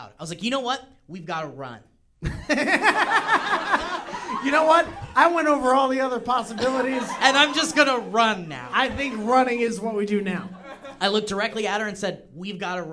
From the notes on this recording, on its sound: This is a live recording from the Open Space Theater LA.